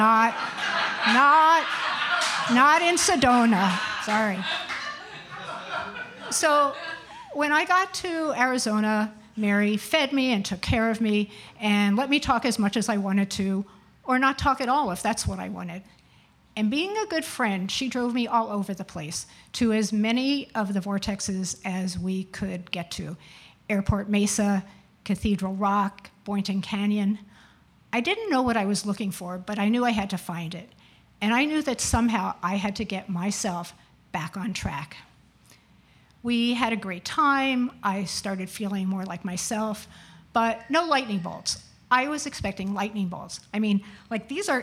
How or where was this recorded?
live audience